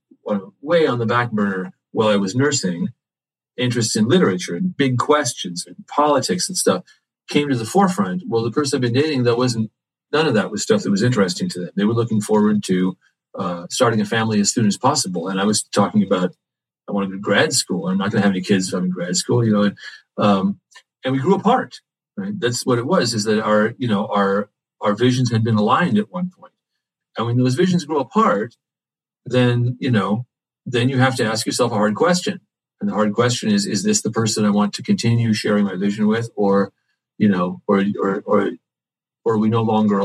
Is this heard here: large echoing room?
no